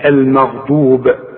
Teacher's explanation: الماء يا راجل يا راجل بقى الحرف المرقق، ها هنقول غير الماء المغضوب خلاص، والغين اهي مفخمة لكن هي اقل درجة من المفتوح، الغين اللي عليها السكون بتبقى اقل درجة في التفخيم